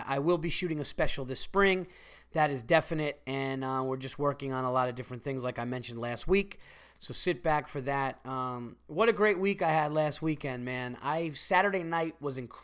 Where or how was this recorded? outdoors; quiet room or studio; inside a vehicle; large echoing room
quiet room or studio